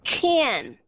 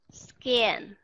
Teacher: can có aspiration scan không có aspiration